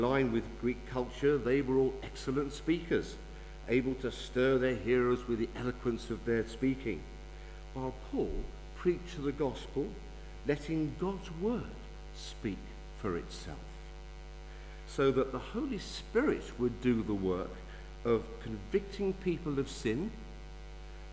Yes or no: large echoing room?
yes